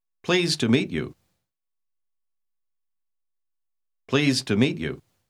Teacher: Note que el sonido del D final de pleased desaparece.